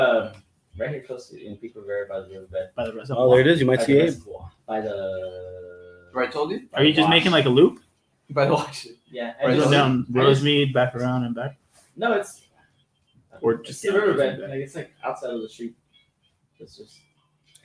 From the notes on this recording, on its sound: WE APOLOGIZE FOR THE AUDIO… some malfunctions but thankfully we were able to get the back up audio.